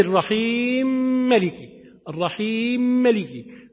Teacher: لما سكن الميم وأدغمها في الميم نشأ مد لازم